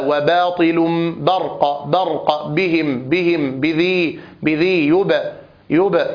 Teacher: كل هذه الباءات شديدة مجهورة. فأمر الناظم عليه رحمة الله تعالى بالحرص على صفتي الشدة والجهر التي في حرف الباء، حتى لا تخرج شبيهة بحرف بي الذي نسمعه في اللغة الأجنبية، وهذا خطأ محض وليس في اللغة العربية عندنا، فينبغي التنبه لذلك.